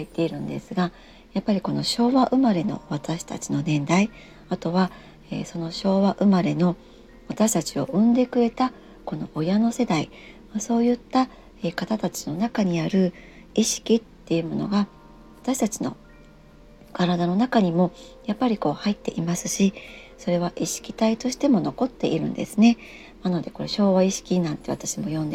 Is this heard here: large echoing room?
no